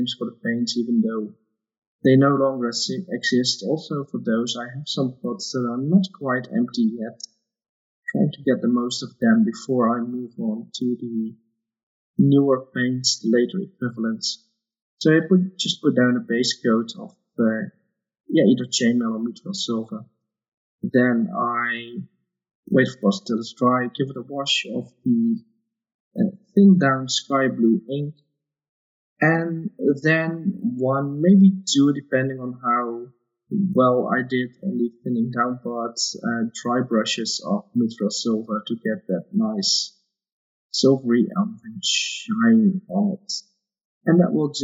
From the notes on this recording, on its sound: Apologies for the audio on this episode, there were some issues with the recording.